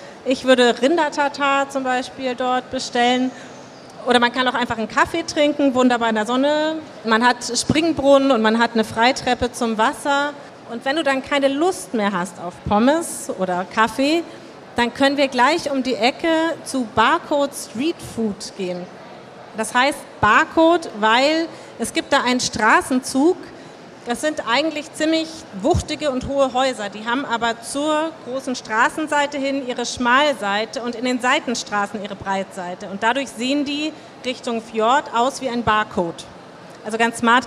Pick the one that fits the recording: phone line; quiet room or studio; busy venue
busy venue